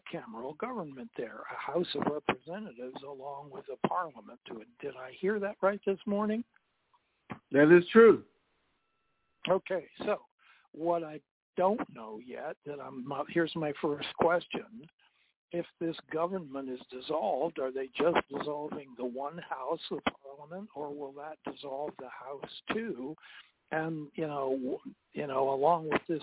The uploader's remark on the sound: TNTSuperfantastic Conference Call